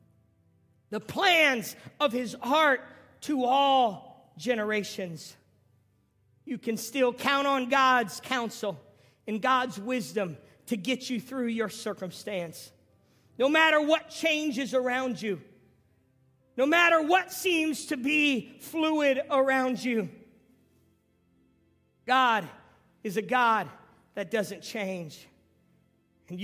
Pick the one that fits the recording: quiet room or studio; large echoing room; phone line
large echoing room